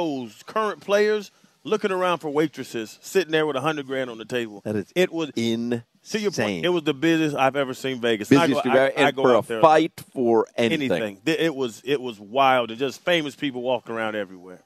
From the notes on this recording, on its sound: Live at Twin Peaks.